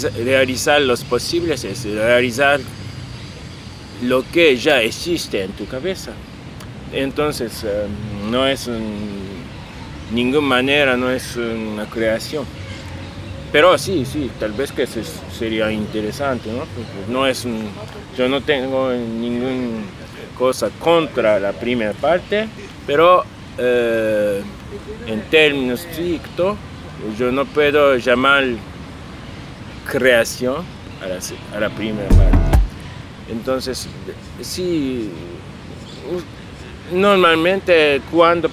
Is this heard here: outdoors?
yes